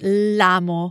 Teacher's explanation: So we could say sì, lo amo molto, but to avoid a vowel clash between lo and a in amo, the verb, we can drop the o and just say l'amo with the apostrophe and run the two words together, l'amo, which sounds like one bigger word phonetically.